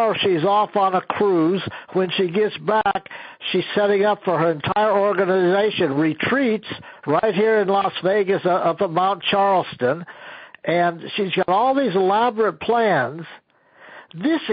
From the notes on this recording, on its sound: an archive of weekly conference calls